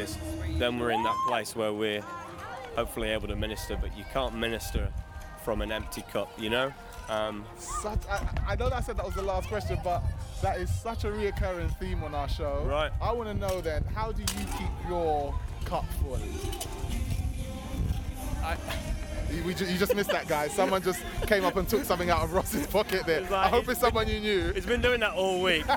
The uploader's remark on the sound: LIVE from CreationFest 2015